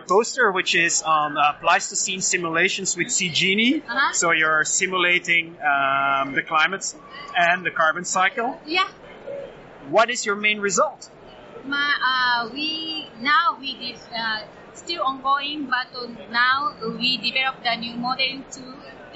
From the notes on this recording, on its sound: It was recorded during the EGU 2023 meeting. It was recorded during the EGU 2023 meeting.